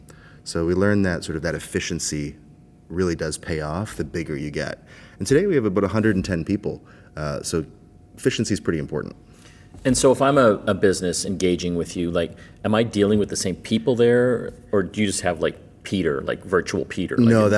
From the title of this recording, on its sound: Live from Xerocon in New Orleans